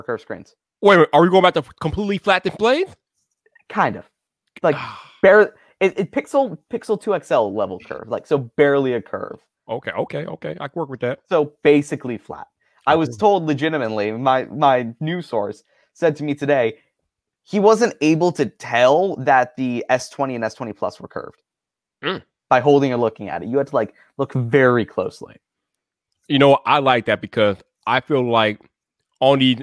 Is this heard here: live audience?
no